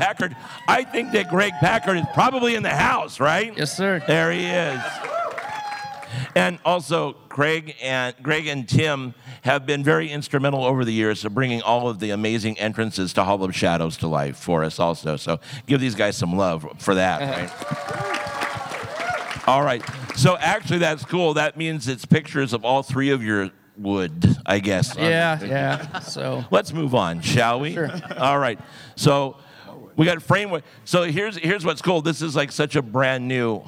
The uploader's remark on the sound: This presentation was recorded live during Midsummer Scream.